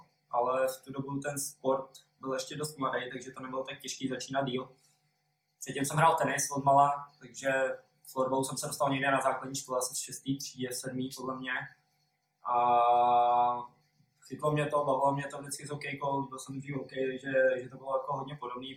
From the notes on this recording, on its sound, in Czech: Omlouváme se za horší zvukovou stopu.